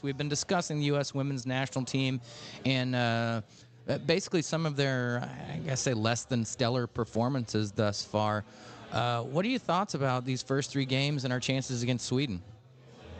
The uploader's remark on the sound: live from Chatham Tap Fishers